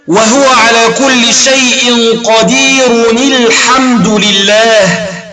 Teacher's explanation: التنوين حرك بالكسر، فكسر التنوين لمجيء الساكن بعده